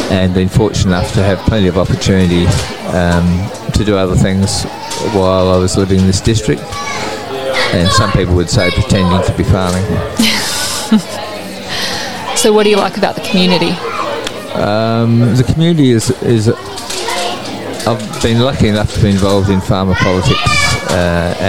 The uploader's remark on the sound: It was recorded live at the Wudinna Game On event in early March! You'll have to ignore the background noise as best you can.